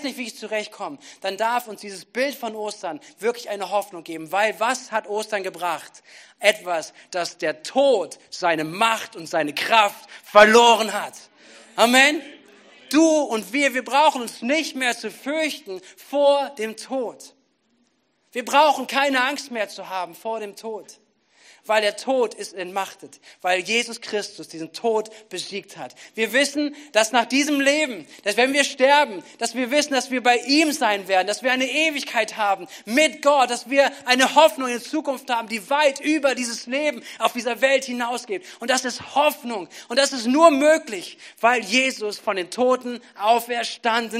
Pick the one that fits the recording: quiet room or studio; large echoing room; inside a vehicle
large echoing room